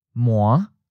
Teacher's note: But the Penhaikyu seaport-leaning accent changes to a third tone, low falling. For example, the word for sesame is Mua, the fifth tone, low rising.